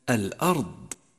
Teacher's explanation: لاحظ صفة الجهر في حرف الضاد من كلمة الأرض، حيث امتنع جريان النفس عند النطق بحرف الضاد